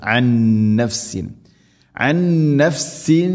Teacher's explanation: തജ്സി നഫ്സുൻ അൻ നഫ്സിൻ അൻ നഫ്സിൻ, സാക്കിന നൂന് ശേഷം നൂന്, ഇത് ഖാം ബി ഗുന്ന, നൂനിൻ്റെ അടുത്ത നൂനിലേക്ക് ഇത് ഖാം ചെയ്ത് കൂട്ടിലയിപ്പിച്ച് മണിച്ചുകൊണ്ട് ഉച്ചരിക്കണം.